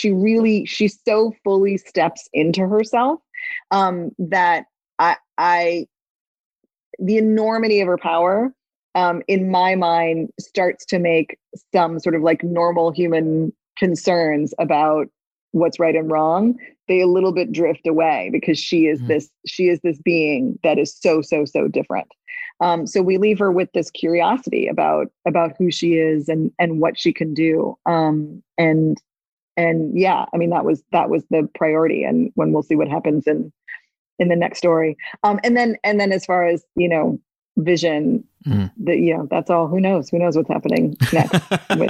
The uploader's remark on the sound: across Zoom